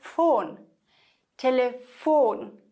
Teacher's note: im Deutschen betonen wir Phon, Telefon